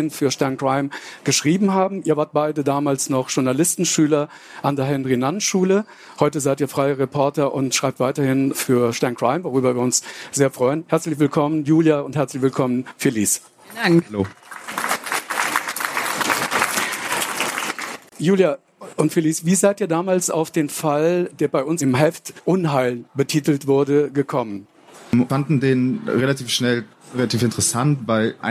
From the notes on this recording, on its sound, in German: Da es sich bei der folgenden Aufnahme um einen Live-Mitschnitt handelt, kommt es teilweise zu Nachlässen in der Sound-Qualität. In einer Sonderfolge von Spurensuche präsentieren wir einen Live-Mitschnitt von der Frankfurter Buchmesse.